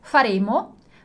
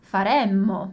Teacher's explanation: A gente tem o som da dupla consoante, né, do duplo M, mas também o nosso E é aberto no condizionale · Shown in: second take · quindi faremo e chiuso.